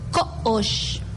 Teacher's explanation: Está la O allá rearticulada.